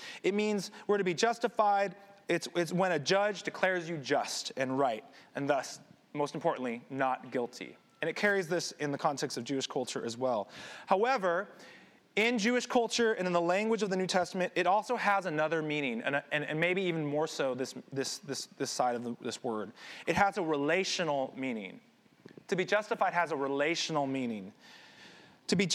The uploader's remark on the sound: This sermon was recorded at Highway Palo Alto